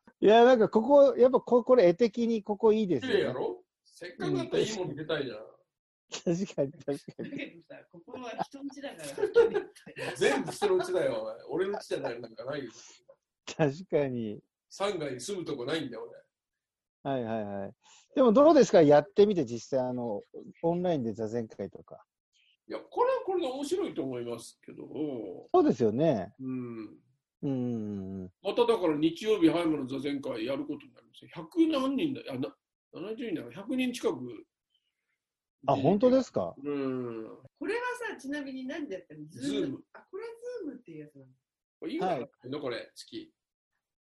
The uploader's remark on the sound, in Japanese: 今回はZOOMでの収録となります。